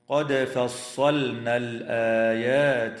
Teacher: تقلقل الدال في كلمة قد في حالتي الوصل والوقف